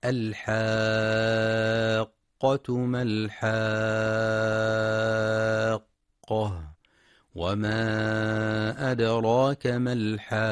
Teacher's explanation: مد لازم كلمي مثقل يمد بمقدار ست حركات، لأن حرف المد الألف جاء بعده حرف مشدد القاف التي أصلها ساكنة ومتحركة، وهذا السكون ثابت أصلي في الكلمة.